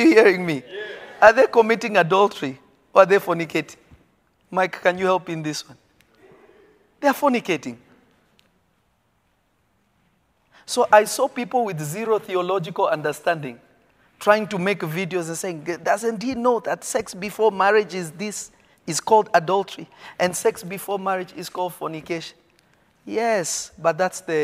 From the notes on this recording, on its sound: This episode was recorded live from REVEALED.